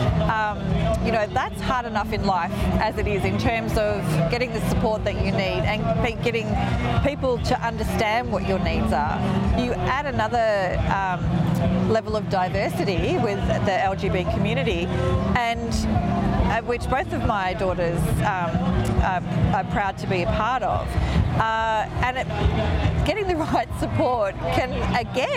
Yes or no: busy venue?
yes